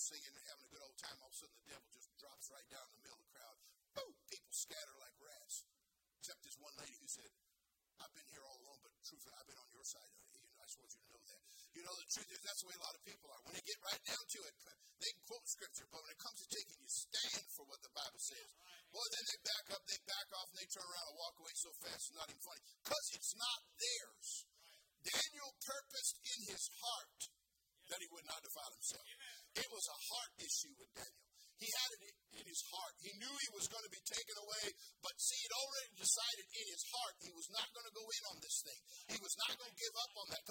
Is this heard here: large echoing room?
yes